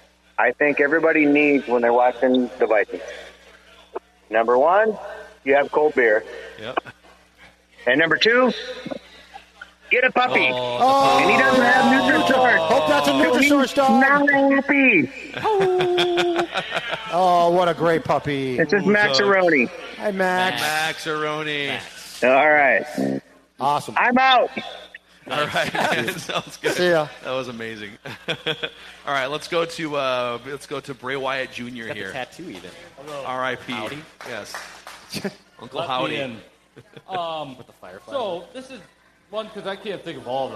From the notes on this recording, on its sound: Vikings Vent Line live from Park Tavern in St .Louis Park, MN.